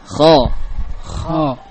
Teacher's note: Namun kha keluar dan membentur suaranya ke langit-langit.